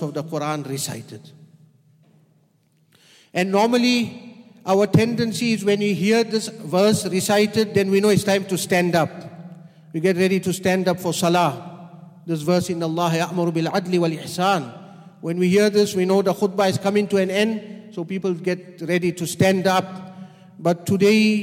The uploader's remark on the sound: at the Houghton Masjid (West Street)